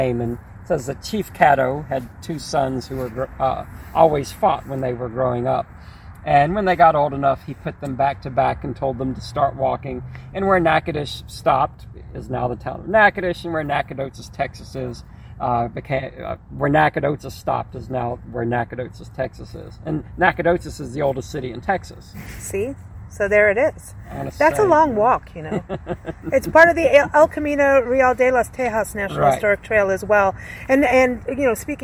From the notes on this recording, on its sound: Recorded onsite at the historic American Cemetery